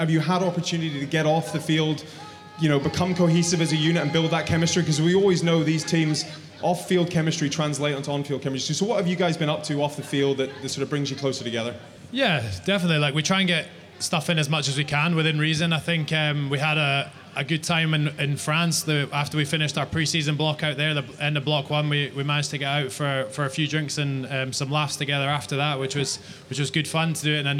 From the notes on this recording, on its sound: There is also a special segment from The Famous Grouse Clubhouse. With live audience.